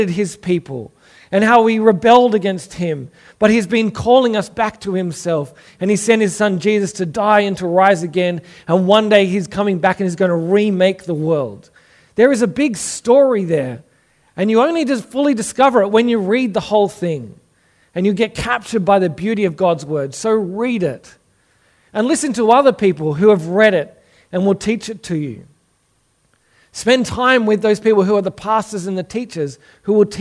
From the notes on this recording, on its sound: Originally preached at St Stephen's, Belrose in April 2022.